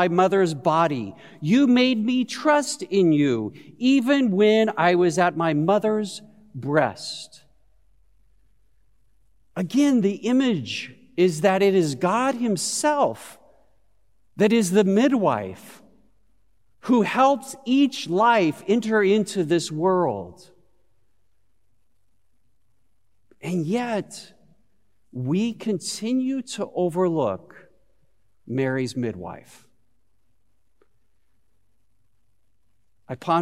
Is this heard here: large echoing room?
yes